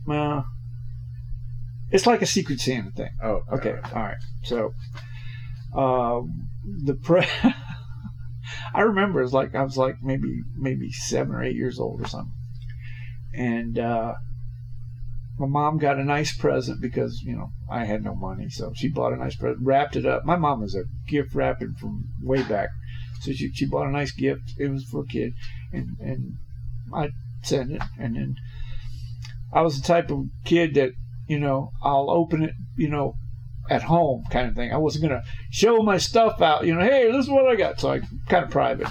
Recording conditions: poor sound quality